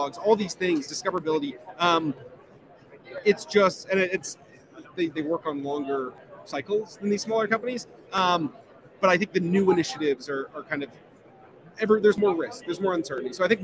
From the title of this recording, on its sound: Live from Snowflake Summit 2023 in Las Vegas